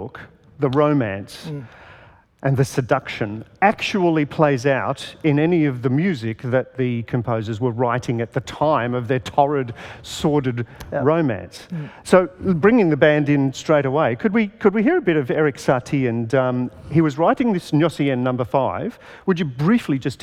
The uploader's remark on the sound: This session was recorded at the 2018 Newcastle Writers Festival and supported by the Newcastle Music Festival.